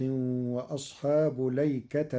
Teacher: قرأ ورش كلمة الأيكة بلام مفتوحة بدون همز قبل اللام وبعدها ونصب التاء، فتصير: وثمود وقوم لوط وأصحاب ليكة أولئك الأحزاب.